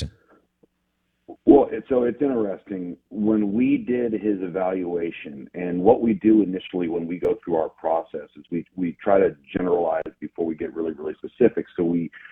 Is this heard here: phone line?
yes